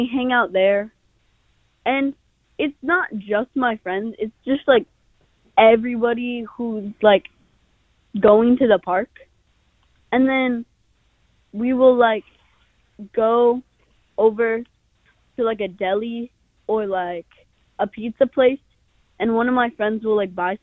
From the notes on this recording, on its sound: Tweens who are off from school this week call in and share where they like to shop and hang out in person.